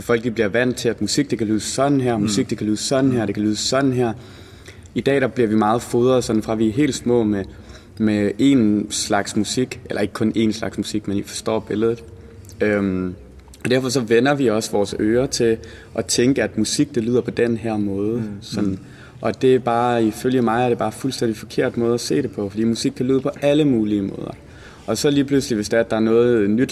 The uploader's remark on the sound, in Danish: Et backstage-interview fra Badesøen Festival 2018. Efter deres fælleskoncert på festivalen.